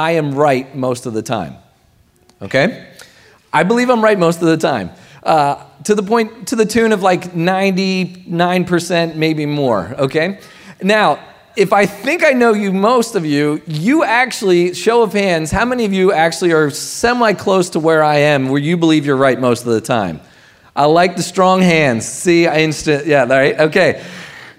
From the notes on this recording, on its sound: Recording of Sunday gathering on June, 4th 2023.